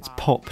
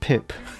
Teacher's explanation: oh has behind it a bigger, more echoey cavity than an I, which has got a little cavity behind it · Shown in: first take